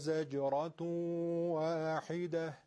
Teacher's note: زجر حرف جیم قلقله داره